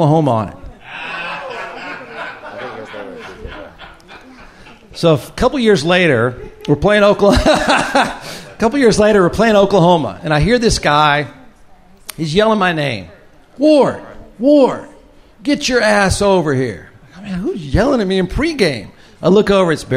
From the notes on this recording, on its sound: Audience Q&A (With Wine, Of Course). Live from Pedernales Station. Live event.